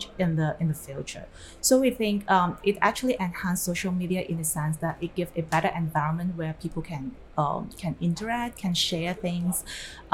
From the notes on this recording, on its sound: LIVE from Hong Kong FinTech Week